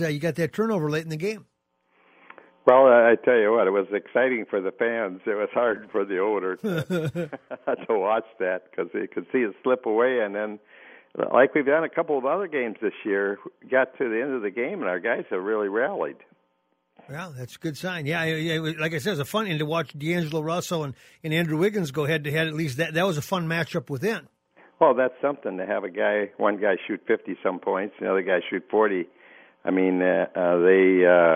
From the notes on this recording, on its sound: opens up the phone lines throughout the hour